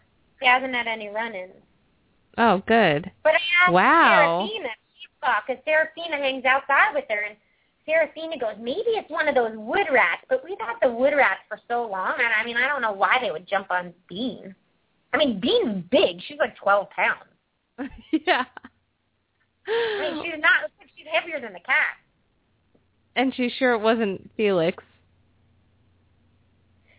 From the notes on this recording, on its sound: open up the lines for listeners to call